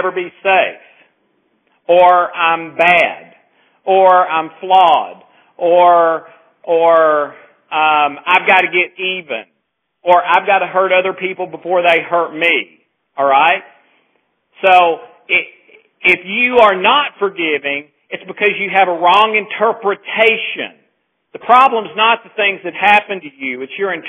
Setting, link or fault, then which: link, phone line